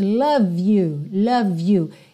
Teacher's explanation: porque o E de love não é pronunciado. Então, eu já ligo o V no you. Embora Y não seja uma vogal, seja uma consoante, ela tem um som de vogal, you, ok?